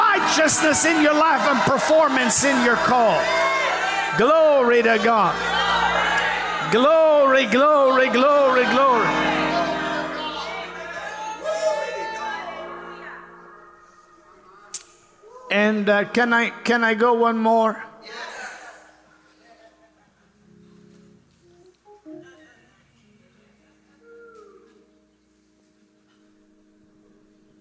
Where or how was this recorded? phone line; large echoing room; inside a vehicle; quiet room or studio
large echoing room